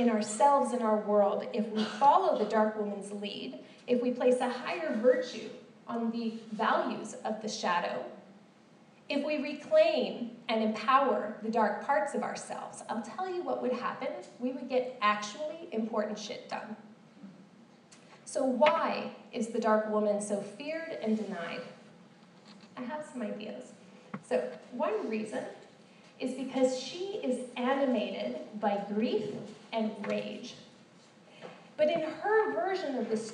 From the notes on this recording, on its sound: This special episode is a recording of an hour-long keynote address I gave in the fall of 2016.